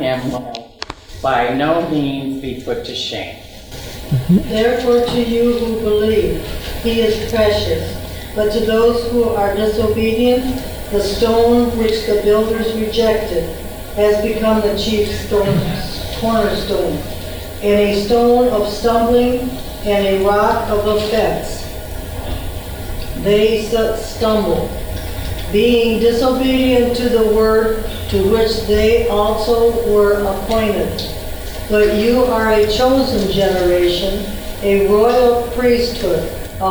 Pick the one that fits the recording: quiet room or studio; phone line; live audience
live audience